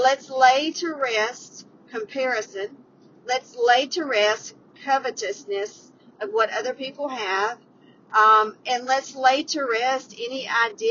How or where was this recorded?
inside a vehicle